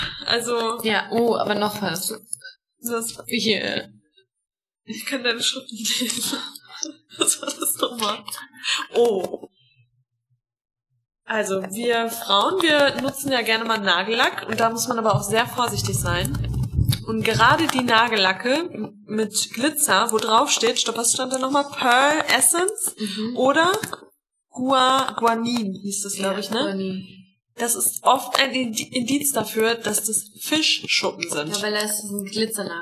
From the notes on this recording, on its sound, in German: Wir entschuldigen uns vielmals für die schlechte Audioqualität in dieser Folge. Leider ist irgendwas mit dem Mirko schief gelaufen und wir hatten ab Minuten 5 ein konstates Knacken auf der Tonspur.